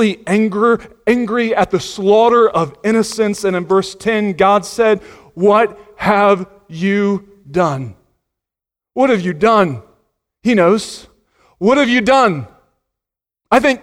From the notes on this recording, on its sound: Sunday Morning Sermon Audio.